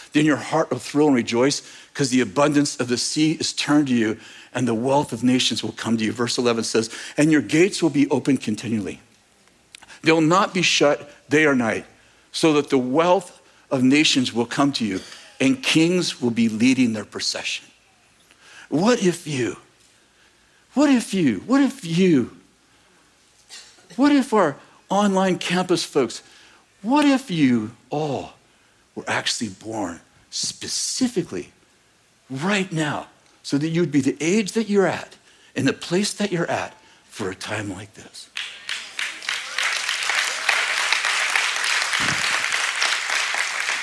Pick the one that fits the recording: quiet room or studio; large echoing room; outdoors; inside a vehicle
large echoing room